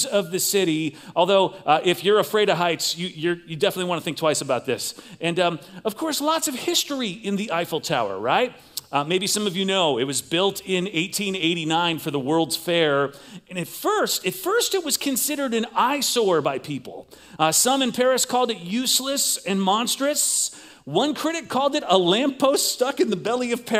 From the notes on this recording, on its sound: Recorded live at CrossWinds Church on Feb 18th, 2024